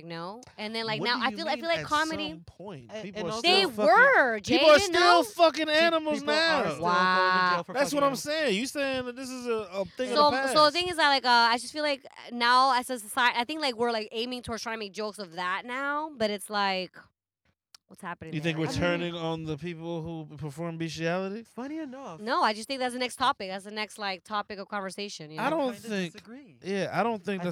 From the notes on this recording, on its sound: We are in the car. Recorded at Thank You Miami.